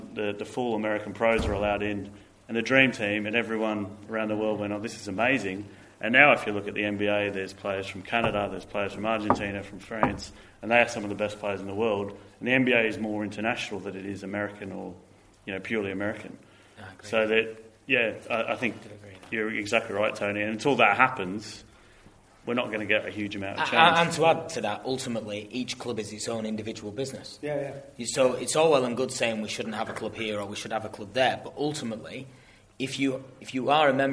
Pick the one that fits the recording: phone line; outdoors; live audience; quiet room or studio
live audience